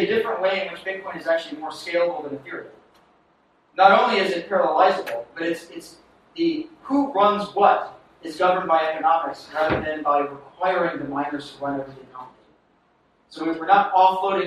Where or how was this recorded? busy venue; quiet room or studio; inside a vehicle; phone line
busy venue